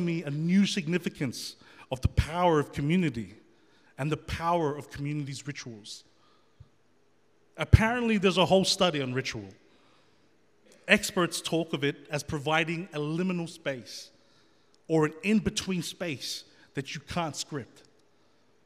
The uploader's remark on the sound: The FaithFeed Live Studio Audience.